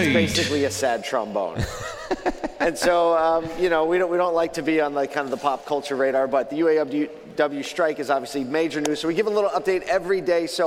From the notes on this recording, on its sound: The day has finally arrived as we are LIVE from the ASOTU CON Main Stage!